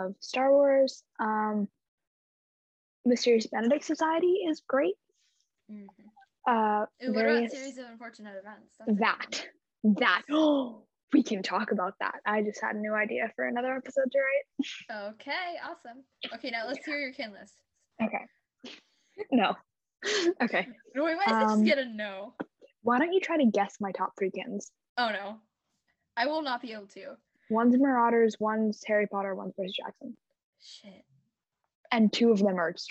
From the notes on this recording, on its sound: sorry about my audio!!!